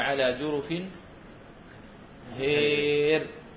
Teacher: تكون الراء مرققة وقفا · Term: الإمالة